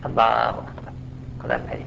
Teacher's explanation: المد الطبيعي لفظ الجلالة قدر ألف الله أكبر، قدر حركتين